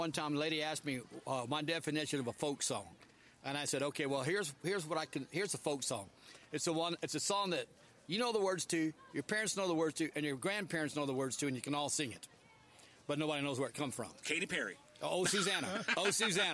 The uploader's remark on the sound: Fort Clark Days is an annual Living History Festival with hundreds of historians, live music, cannon fire, food vendors, and more! Took the show on the road and broadcasted LIVE from 9 am to 1 pm on Day 1 of the festival.